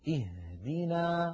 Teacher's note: تخرج هذه الهاء من أقصى الحلق وليس من الصدر